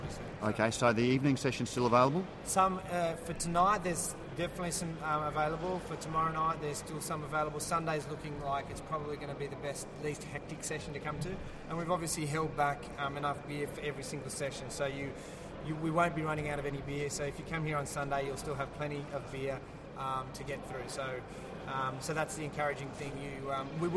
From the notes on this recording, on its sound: Radio Brews News live from GABS 2013. Live at the Great Australian Beer Spectapular.